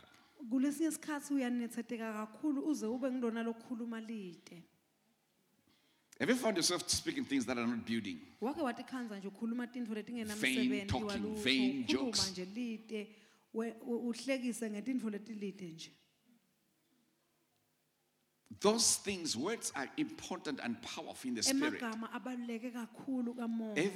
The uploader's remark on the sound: Recorded Live at the Apostolic Hub.